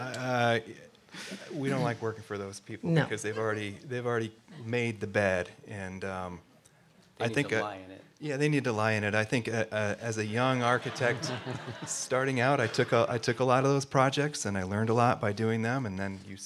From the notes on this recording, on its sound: The production was recorded on October 17, 2023, at The Alluvion in Traverse City